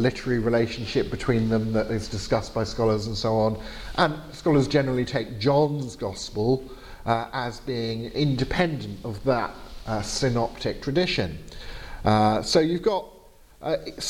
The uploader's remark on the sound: Lecture given on April 25th 2019 at Gimlekollen College, NLA University, Norway.